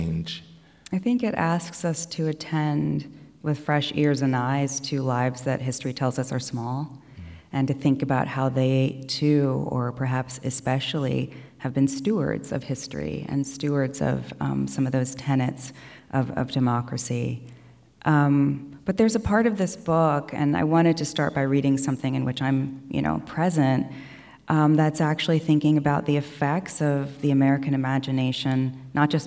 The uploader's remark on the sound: an event from the 2023 Portland Book Festival